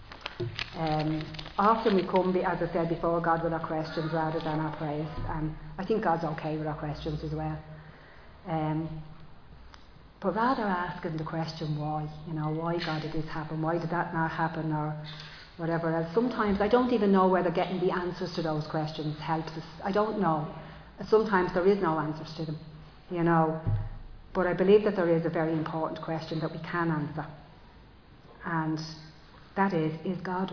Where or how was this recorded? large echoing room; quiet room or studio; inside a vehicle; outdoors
large echoing room